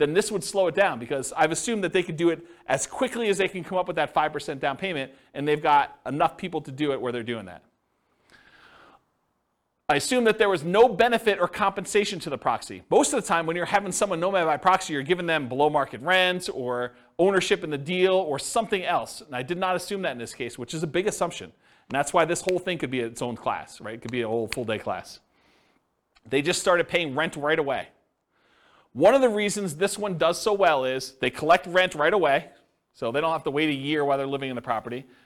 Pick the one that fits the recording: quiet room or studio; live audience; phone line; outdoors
live audience